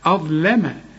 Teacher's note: الظاء فخمها ورقق قبلها الهمزة واللام رققها